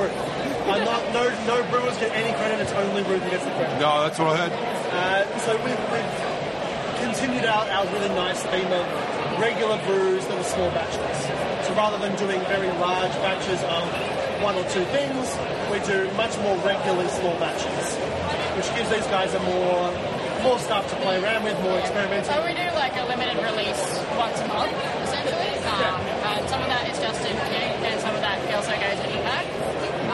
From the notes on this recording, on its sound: The first of two podcast recorded live at the 2023 Williamstown Beer and Cider Festival. Due to this being a live show, and the roaming saxophonist who was playing at the festival, audio quality is not up to our highest standard.